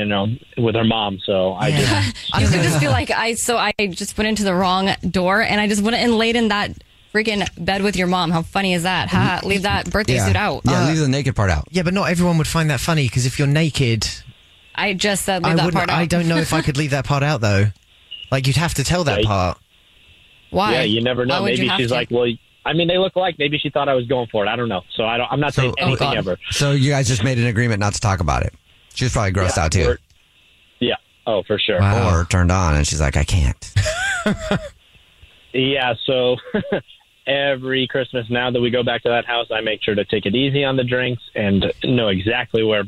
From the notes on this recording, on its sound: There is a guy on the phone.